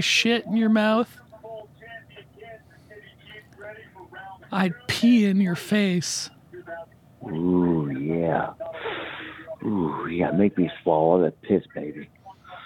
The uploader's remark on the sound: Another short live show. Do a few live calls to random people.